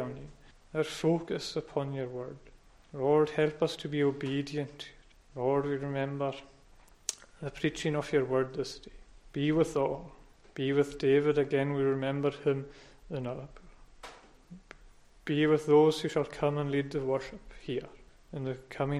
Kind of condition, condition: setting, large echoing room